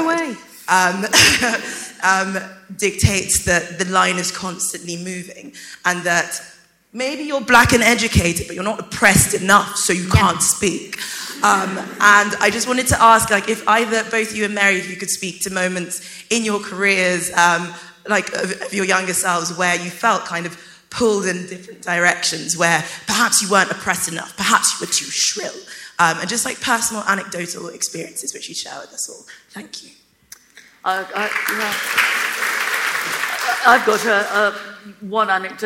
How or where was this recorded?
live audience